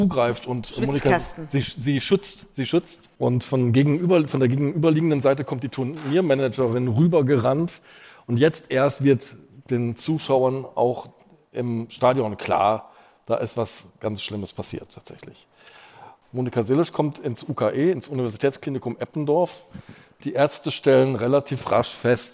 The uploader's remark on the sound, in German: Ein Live-Mitschnitt vom Podcast-Festival. April 2023 in Berlin.